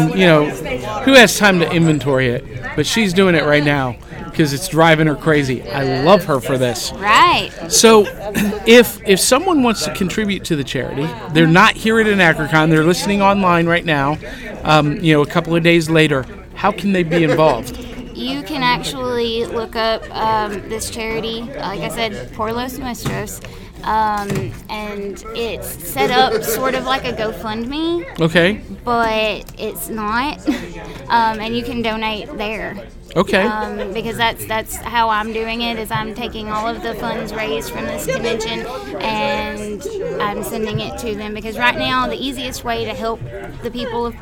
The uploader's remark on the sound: Live from Anachrocon in Atlanta Georgia!